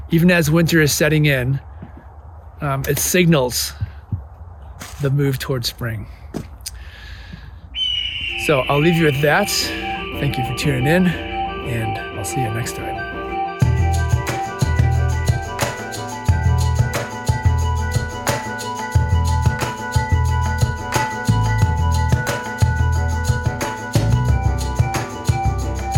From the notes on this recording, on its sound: Recorded in the bitter cold woods of Indiana.